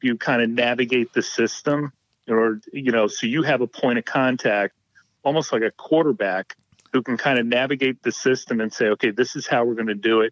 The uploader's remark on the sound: joined us on the phone